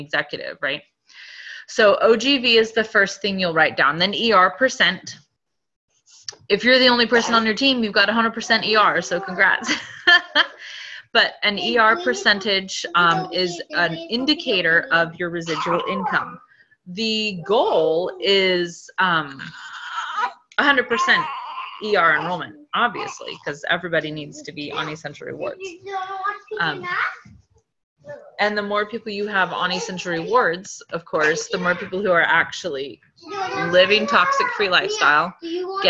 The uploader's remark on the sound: Team get-together on Zoom to kick off the new year.